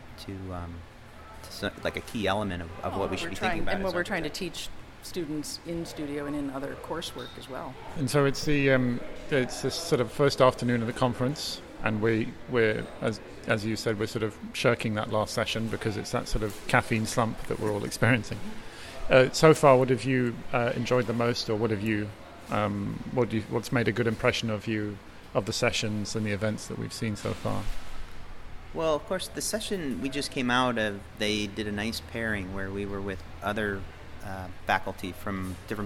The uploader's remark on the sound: live from day one of NCBDS 32